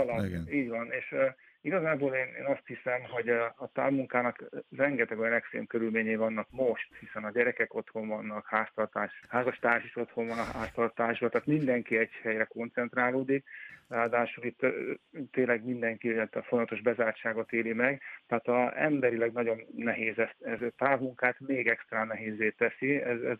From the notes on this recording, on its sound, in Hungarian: telefonos vendégei